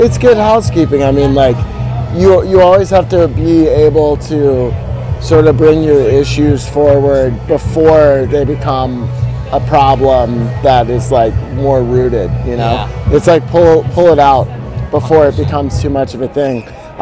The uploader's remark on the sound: We are back from Eau Claire Wisconsin, home of the Blue Ox Music Festival for the 2022 edition. Joining us from the beautiful festival grounds.